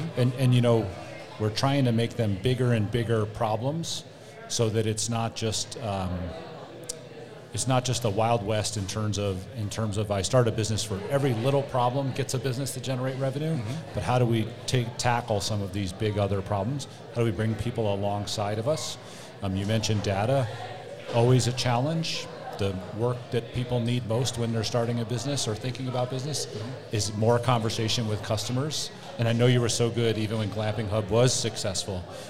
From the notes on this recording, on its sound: Go live in the Student Center at Regis University with a special guest.